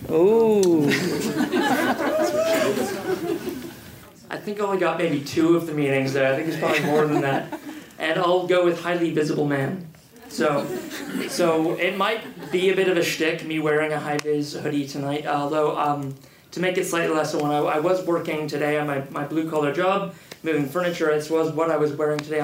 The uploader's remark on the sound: From the Environmental Film Festival of Australia | A post-screening panel from The Hottest August.